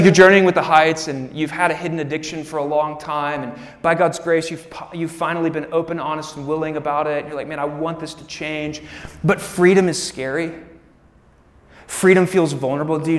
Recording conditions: live audience